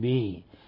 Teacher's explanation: عند الوصل نمد قليلا الكسرة حتى تصبح ياء بمقدار حركتين